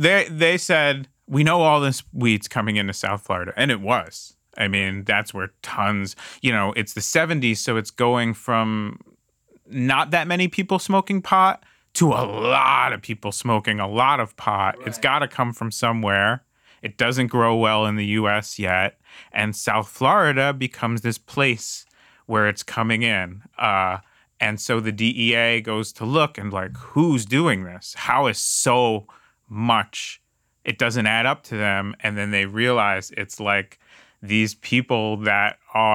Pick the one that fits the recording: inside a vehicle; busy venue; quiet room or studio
quiet room or studio